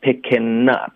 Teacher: 如果我们用舌尖的动作代替呢，picking up 有一个 n 的音，这样连读过去会更简单一点，可以说得更快，可以说得更滑。所以呢，在这个情况，我们这样连读过去，用一个变音技巧是比较方便。所以你的问题就这么回答，就是在连读的时刻更常见。OK，那任何别的情况下呢，你这个加 ing 的这种动词呢，用这个发音技巧都是可以的，这是可选的。可选的，yeah. 尤其是在连读的时候更常见。对，这是老师的解答。他说：“那如果咱后鼻音读成前鼻音哈，说会不会造